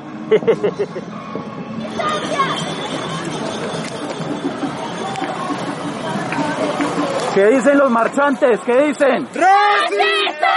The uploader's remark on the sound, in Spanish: Tercer entrega de las grabaciones realizadas durante la movilización del 28 de mayo del 2021 en la ciudad de Armenia - Quindío.